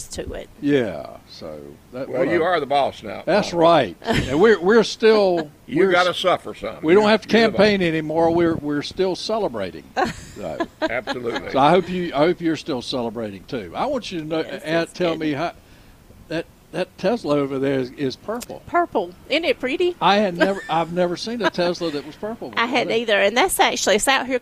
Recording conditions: busy venue